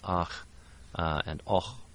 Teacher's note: for the backer vowels, like ach and och, those are fricatives made on the velum or on the uvula